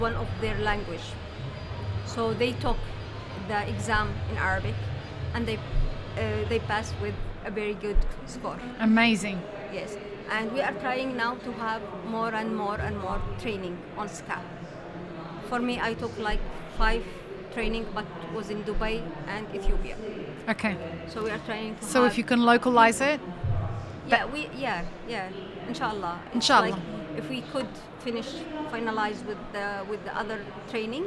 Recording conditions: busy venue